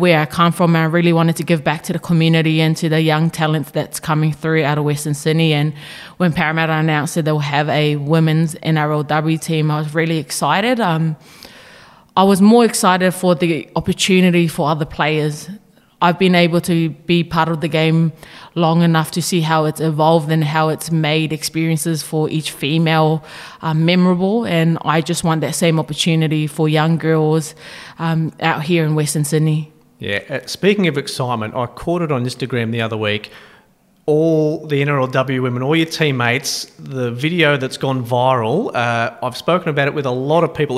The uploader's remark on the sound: live from the Fox League launch at Commbank Stadium